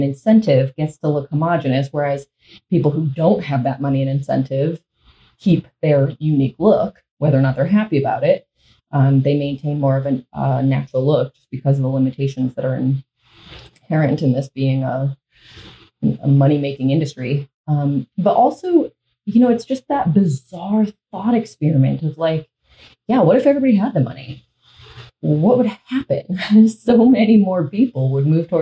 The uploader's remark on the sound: This episode and the possibly the next few experience some audio issues; the recording went through the computer instead of the mic so this should be sorted after this batch.